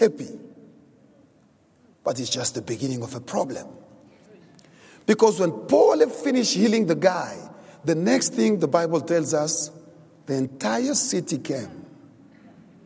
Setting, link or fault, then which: setting, large echoing room